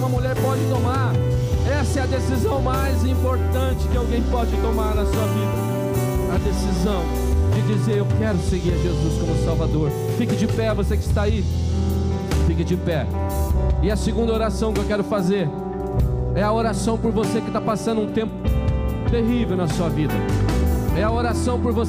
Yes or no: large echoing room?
yes